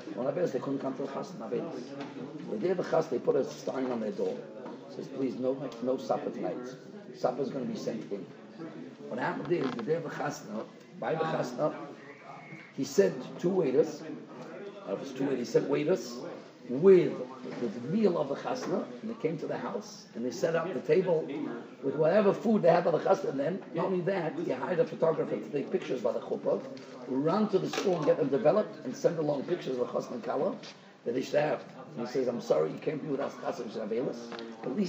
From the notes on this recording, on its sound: Shiur recorded in Yeshivas Ohr Reuven, Monsey, NY.